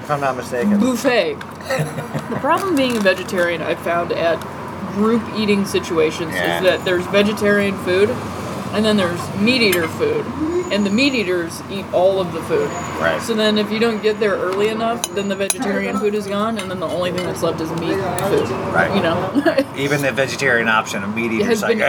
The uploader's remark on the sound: Over grilled cheese and tomato soup at Fred 62 in Echo Park.